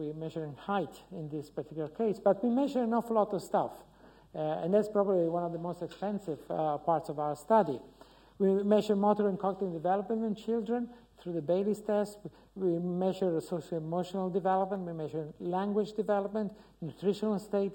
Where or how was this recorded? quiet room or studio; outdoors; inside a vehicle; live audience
live audience